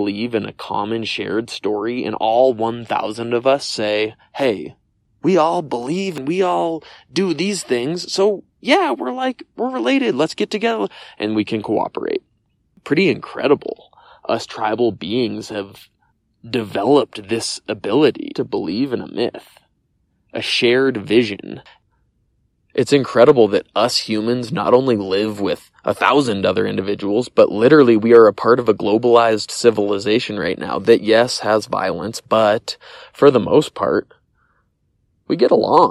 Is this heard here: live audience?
no